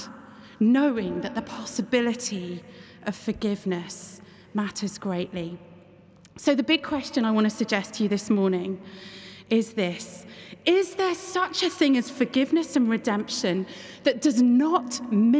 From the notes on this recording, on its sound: keynote address at the 2023 National Parliamentary Prayer Breakfast in Westminster Hall, London on Tuesday 27 June 2023